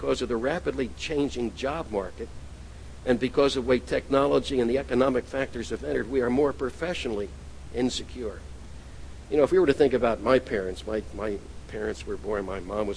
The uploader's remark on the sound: at The People’s Church of Somerville, NB on the morning of May 18, 2014